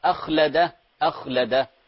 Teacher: الخاء فيها همس وليس فيها قلقلة، لا تقول أخلده، اقرأها مرة ثانية، أخلده.